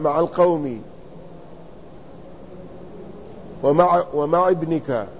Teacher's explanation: لأنه التقى ساكنان والعرب لا تنطق بساكنين فيكسرون الأولى، يعني السكون الأول.